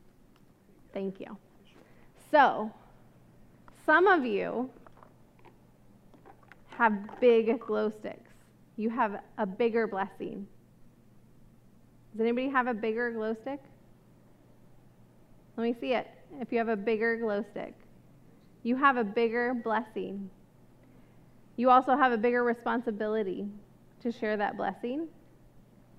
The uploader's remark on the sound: This message was recorded at a Sunday service on October 9, 2022